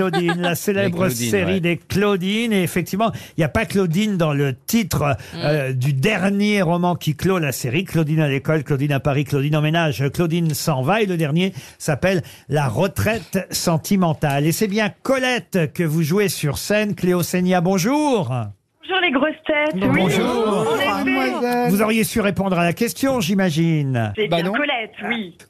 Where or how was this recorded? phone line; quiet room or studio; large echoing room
phone line